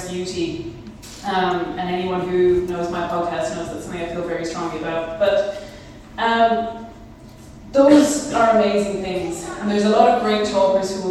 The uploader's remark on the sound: Youth 2000 Talk. This bonus episode is the recording of a talk I gave over this summer for the Youth 2000 summer festival on Catholic womanhood.